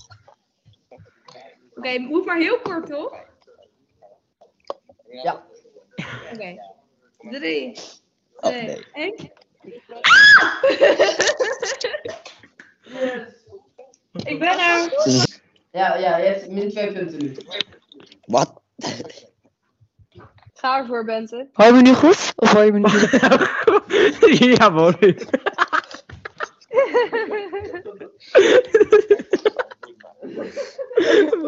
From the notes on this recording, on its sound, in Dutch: het slechte geluid